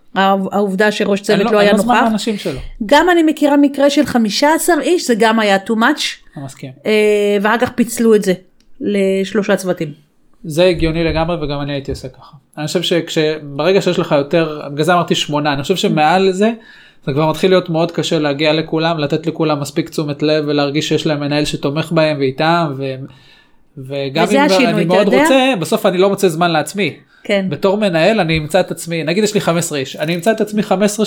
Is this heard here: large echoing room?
no